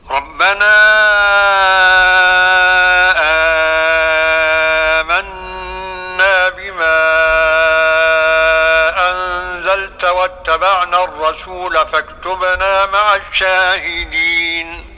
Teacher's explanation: نريد أن نستمع إلى الآية الكريمة برواية ورش عن الإمام نافع المدني بمد البدل 6 حركات